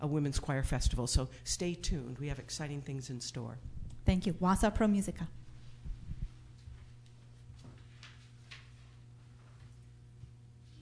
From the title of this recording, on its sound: Live From the White Pine